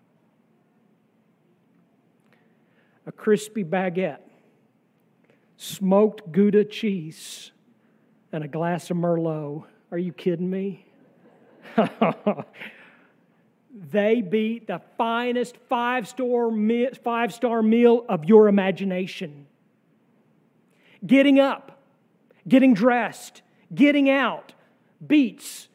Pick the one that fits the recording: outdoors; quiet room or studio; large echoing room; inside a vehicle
large echoing room